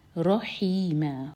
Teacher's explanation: رو heavy اور ہا حلق سے, میں دو حرکہ لمبا، یہاں پر ہم فتح کی تنوین